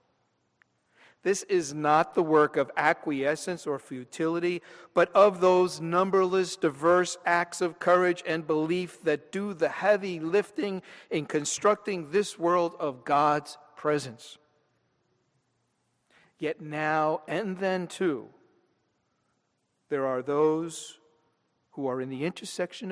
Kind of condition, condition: setting, large echoing room